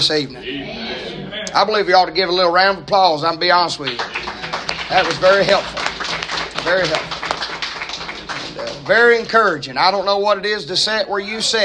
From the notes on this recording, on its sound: preaching live from Christian Care Community Nursing Home